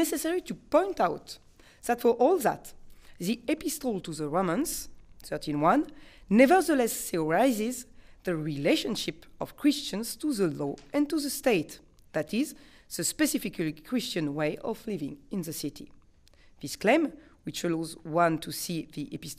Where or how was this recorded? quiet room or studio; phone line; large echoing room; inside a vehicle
large echoing room